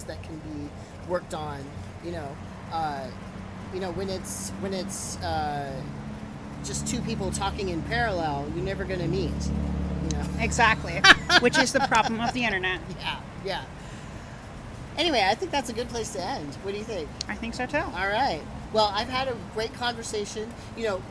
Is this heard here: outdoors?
yes